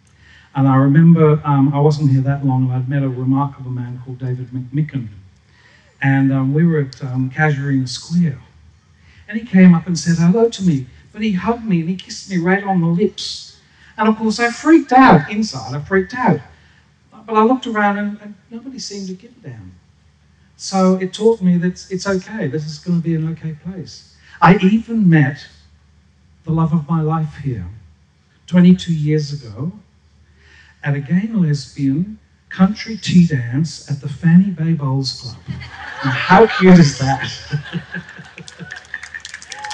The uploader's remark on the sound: SPUN: True Stories Told in the Territory is a live storytelling event that showcases some of the extraordinary people and stories that make up the Northern Territory. Popping up at different venues across Darwin. Told at our event at Darwin Festival where the theme was HEART.